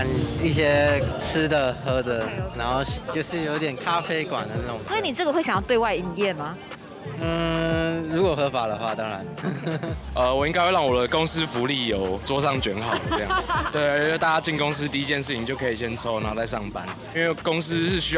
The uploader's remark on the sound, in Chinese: 2023 年 4 月 16 日是台灣的大麻遊行：綠色浪潮！鬼島之音在現場擺攤共襄盛舉，《大麻煩不煩》節目製作組還進行了突擊街訪，蒐集了現場民眾對於台灣大麻合法化的真心話。今年的綠色浪潮是自舉辦以來，參與遊行人數最多的一次。鬼島之音的團隊也跟著隊伍從頭到尾走完了整趟遊行。